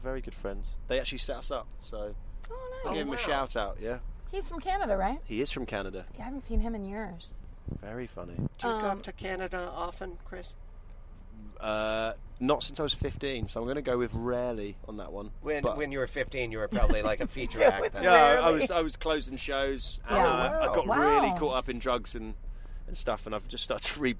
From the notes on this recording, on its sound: Traverse the perils of driving in LA. No dodgy neighborhoods or potholes will stop our hilarious hosts from getting this British standup to LAX.